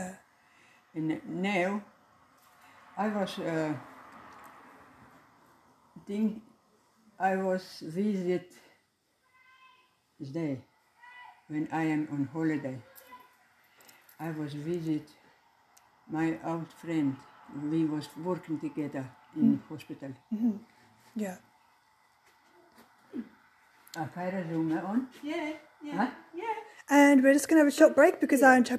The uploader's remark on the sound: As well, some audio may not be clear, as other people were talking in the background as I recorded the episode.